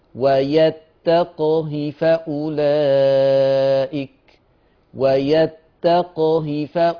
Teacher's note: بيسكن القاف مع القلقلة وعدم الصلة للهاء